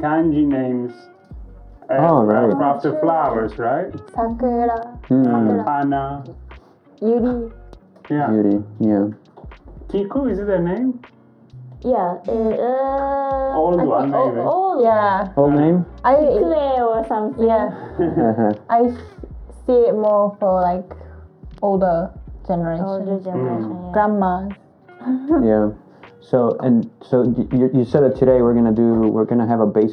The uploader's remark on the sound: Sorry about the audio issues guys!!